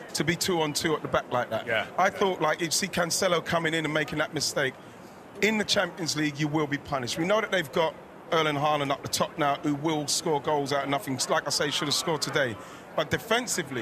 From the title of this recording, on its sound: Live From Philadelphia Fan Fest